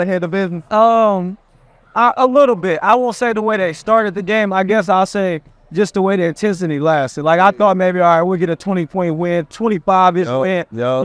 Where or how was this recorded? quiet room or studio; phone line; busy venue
busy venue